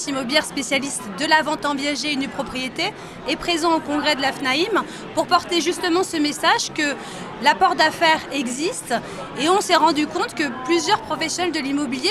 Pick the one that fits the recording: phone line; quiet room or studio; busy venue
busy venue